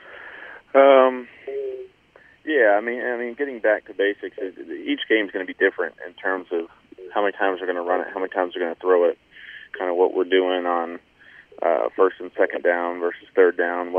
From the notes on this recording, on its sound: Addressed Reporters on a Conference Call.